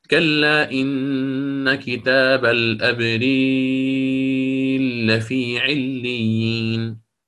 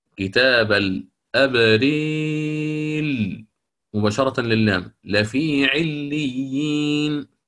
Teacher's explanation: يدغم الراء الأولى في الثانية مع إمالة الراء هذه من الأولى، يعني من أبرار، يعني مكرر كتاب الأبرين مباشرة للام لفي عليين، فالإدغام لا يمنع الإمالة، تمام، وهذا أشار إليه وسنشير إليه إن شاء الله في درس الإمالة.